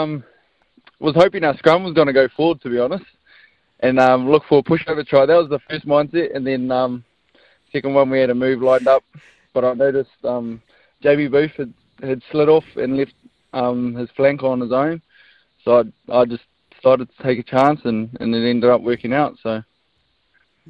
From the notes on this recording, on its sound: was all smiles on the phone this morning